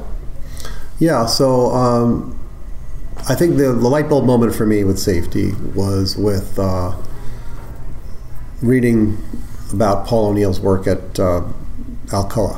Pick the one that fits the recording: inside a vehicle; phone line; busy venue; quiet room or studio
busy venue